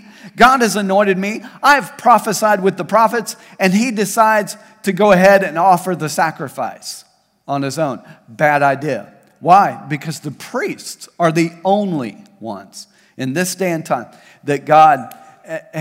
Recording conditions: large echoing room